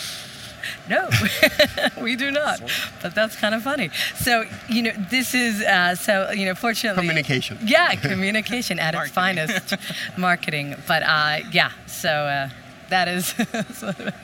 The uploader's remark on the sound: a live panel talk from CIFF, Copenhagen International Fashion Fairs